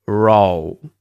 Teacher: the dark L is where we round the lips instead of making the L sound. It's kind of a reverse W sound.